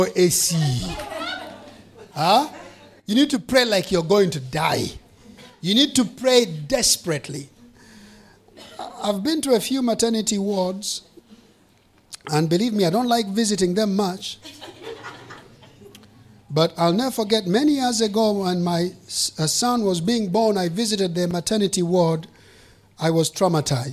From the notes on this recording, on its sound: preached during the Flourishing Life Conference 2023